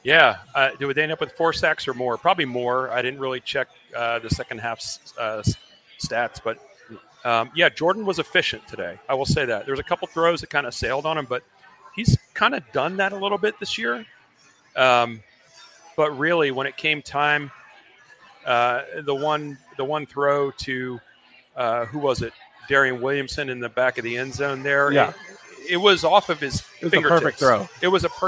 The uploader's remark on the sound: POSTGAME LIVE from Fishweir Brewing Company in Jacksonville.